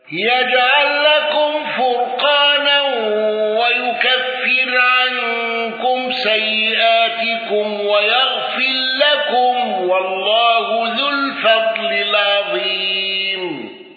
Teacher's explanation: قالون بقصر منفصل وسكون ميم الجمع